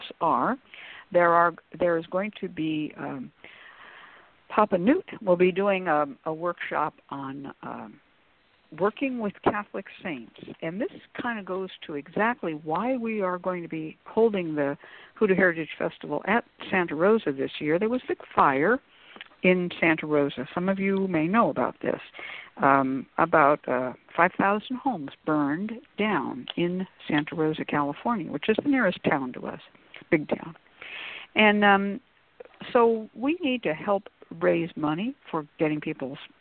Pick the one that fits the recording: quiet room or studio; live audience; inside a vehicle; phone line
phone line